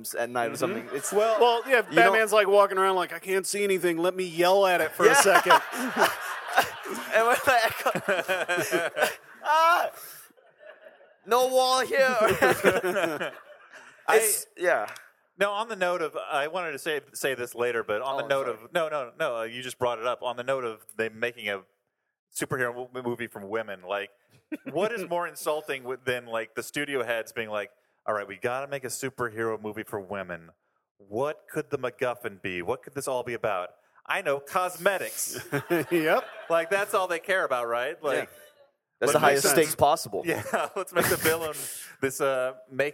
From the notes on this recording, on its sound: this performance taped at the Now Hear This podcast festival